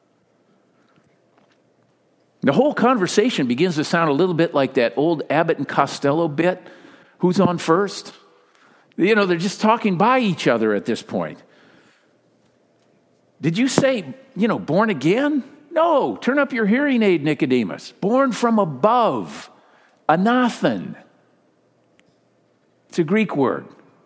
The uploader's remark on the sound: Delivered during the Contemporary Worship service.